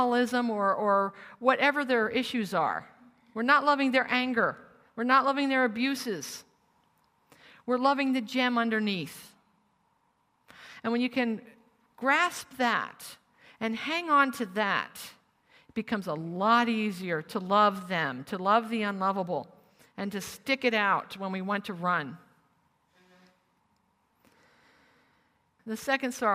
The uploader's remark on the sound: Originally recorded as a live retreat in New Zealand